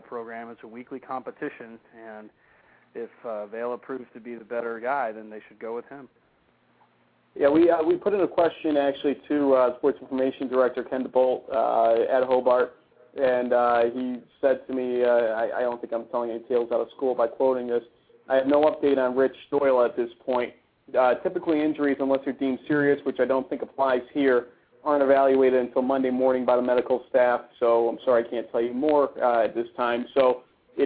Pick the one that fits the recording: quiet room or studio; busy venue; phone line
phone line